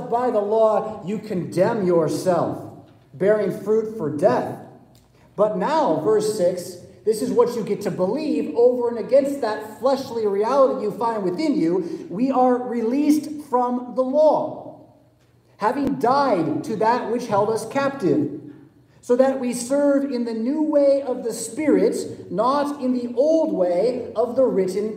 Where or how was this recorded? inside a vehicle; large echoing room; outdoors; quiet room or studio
large echoing room